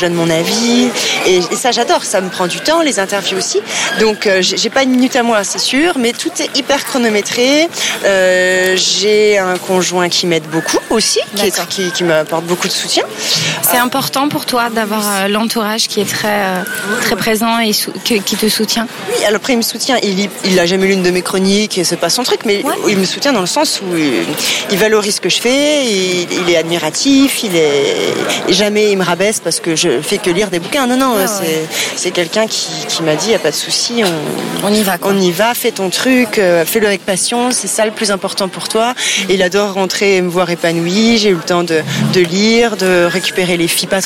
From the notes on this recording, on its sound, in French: Nous avons enregistré l'épisode en terrasse de café, face au centre Pompidou, un régal.